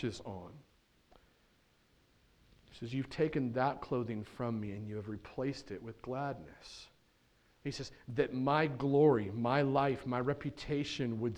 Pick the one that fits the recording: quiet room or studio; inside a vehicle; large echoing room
large echoing room